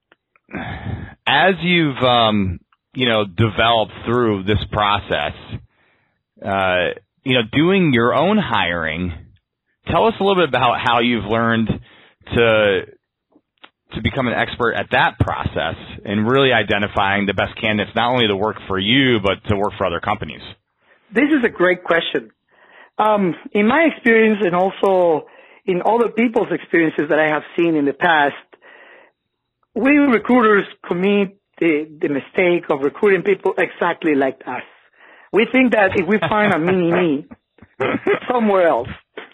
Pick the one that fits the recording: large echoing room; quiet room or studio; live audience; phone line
phone line